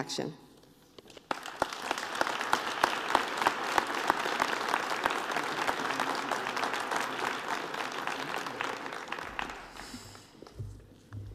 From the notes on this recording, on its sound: Live from the Overture Center for the Arts in the Capitol Theater and presented by the Madison/Dane County King Coalition. WORT carried the observance live on the air.